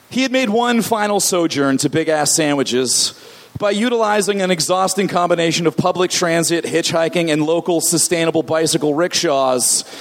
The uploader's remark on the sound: Recorded at the Nerdmelt Theater